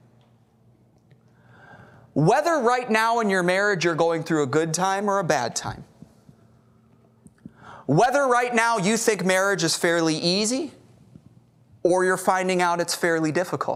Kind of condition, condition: setting, large echoing room